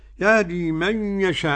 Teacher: عدم الغنة لخلف عن حمزة واضحة